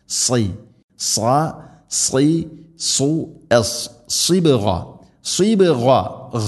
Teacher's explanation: അടുത്ത ആയത്ത് സിബ്ഗത്തുല്ലാഹ്, സിബ്ഗ, സ്വാദ്, സ്വാദ് ഉച്ചരിക്കുന്ന സമയത്ത് നാവിൻ്റെ മധ്യഭാഗം അണ്ണാക്കിലേക്ക് ഉയർന്നു നിൽക്കണം. സ്വരഭാരത്തിൽ ഉച്ചരിക്കേണ്ട അക്ഷരമാണ് സ്വാദ്.